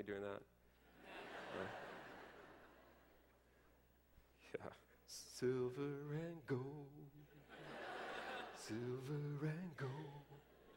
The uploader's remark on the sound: delivers his testimony at the 2009 Defending the Faith Summer Conference